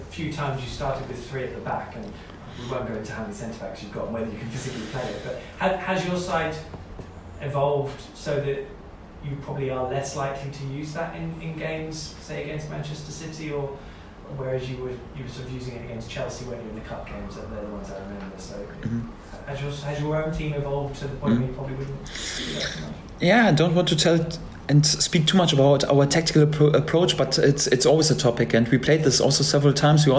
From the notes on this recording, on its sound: Full pre-match press conference, speaking to the gathered media at the Lotus Training Centre in Colney.